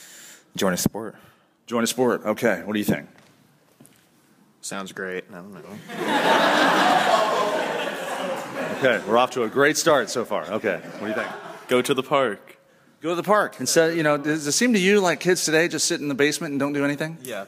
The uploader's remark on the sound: We start live with a studio audience at Waldorf College